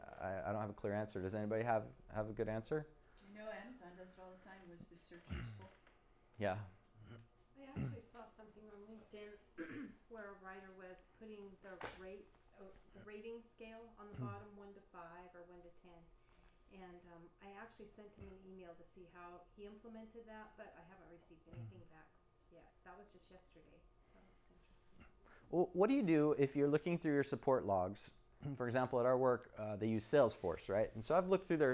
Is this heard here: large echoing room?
yes